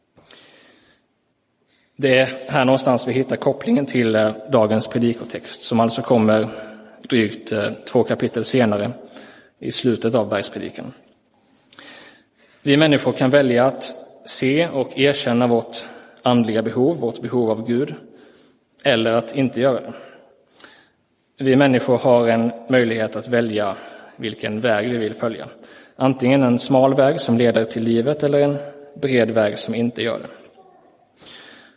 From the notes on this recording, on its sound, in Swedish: Inspelad i Roseniuskyrkan den 30 juli 2023.